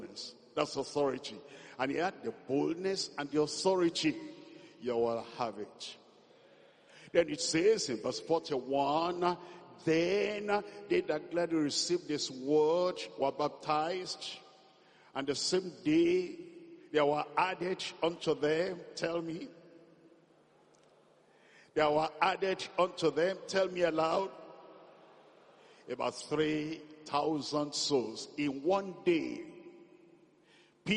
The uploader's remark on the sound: This message was preached at a Workers Meeting at the The Deeper Life Bible Church Headquarters.